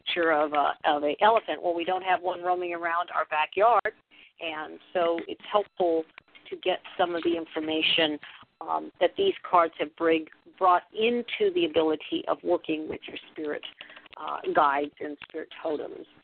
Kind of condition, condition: link, phone line